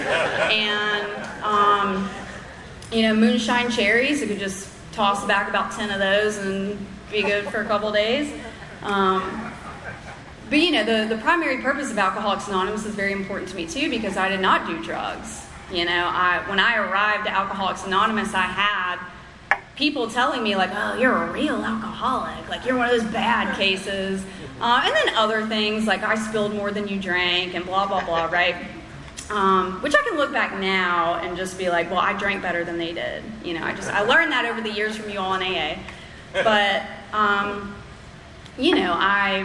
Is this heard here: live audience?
yes